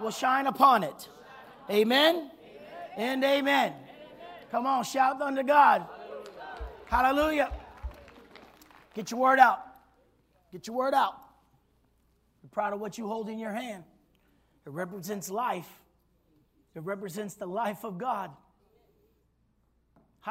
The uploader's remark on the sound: this was recorded on Sunday at Abundant Living Ministries